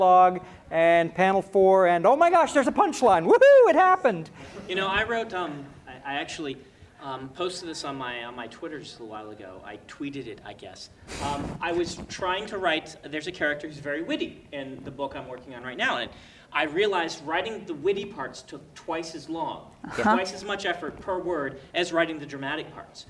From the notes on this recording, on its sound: Episode from WorldCon 67. We take questions from the audience, and then answer them.